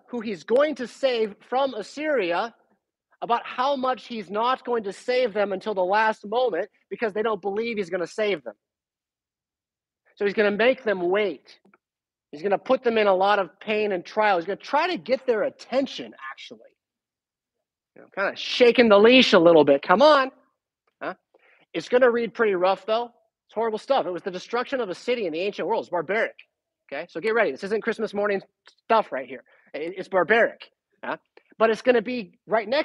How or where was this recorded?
large echoing room